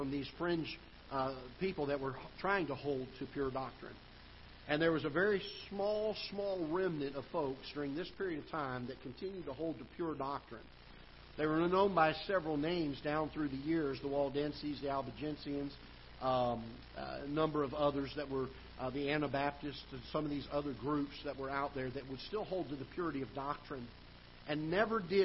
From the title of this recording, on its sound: Ketha Heights Baptist Church ~ Live Broadcast